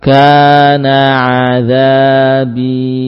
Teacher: kasrah pada azabi dibaca panjang